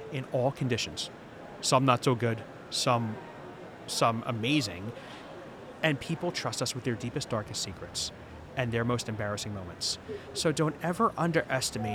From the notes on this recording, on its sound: Live From Expo 2022. We are releasing never-before heard episodes from EMS World Expo 2022 in Orlando.